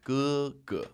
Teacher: He actually wrote Gege with the two first tones, but it's Gege, first tone, fifth tone